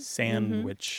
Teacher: and sandwich without the D